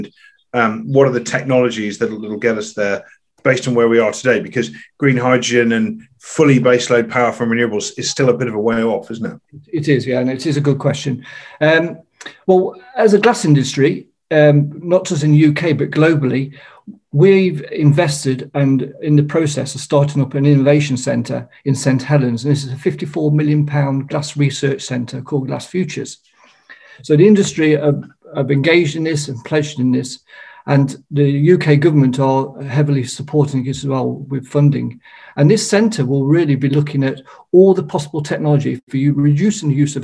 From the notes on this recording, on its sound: This is a recording from our Sustainable Wine Packaging online conference that took place on 23rd June, 2021.